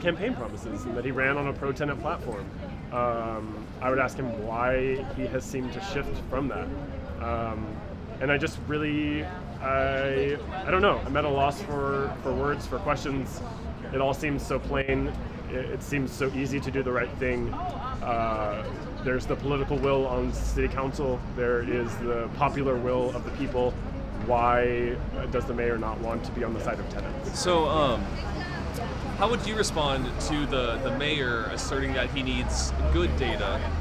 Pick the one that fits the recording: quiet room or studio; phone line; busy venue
busy venue